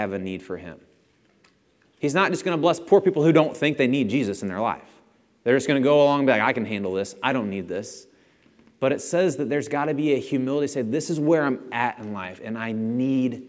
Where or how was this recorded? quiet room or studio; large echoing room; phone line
large echoing room